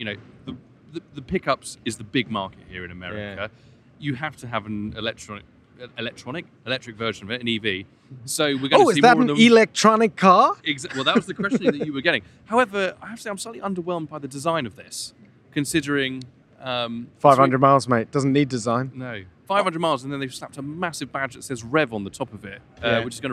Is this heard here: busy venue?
yes